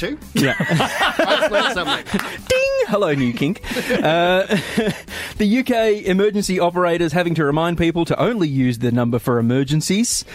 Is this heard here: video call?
no